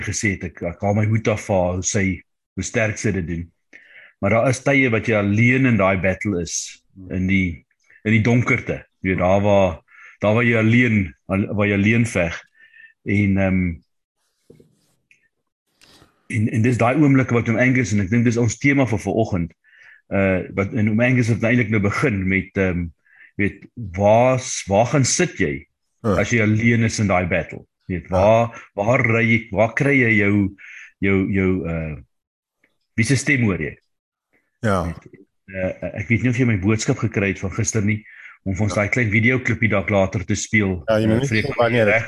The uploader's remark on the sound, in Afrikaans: Manne van die Woord Zoom Byeenkoms 2 Junie 2022